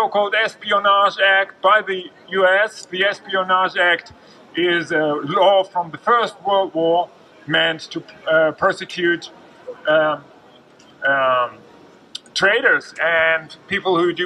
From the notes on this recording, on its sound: at the Brandenburg Gate, Berlin, on World Press Freedom Day, May 3 2023